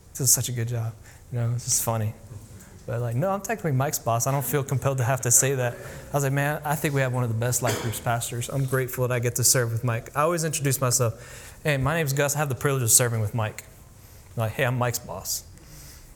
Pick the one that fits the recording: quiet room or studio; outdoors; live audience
live audience